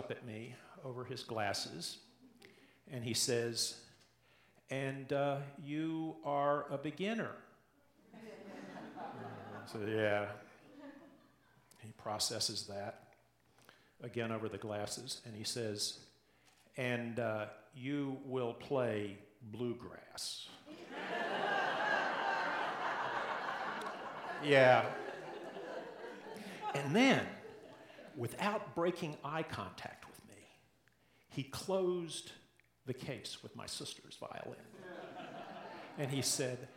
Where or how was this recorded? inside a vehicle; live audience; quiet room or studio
live audience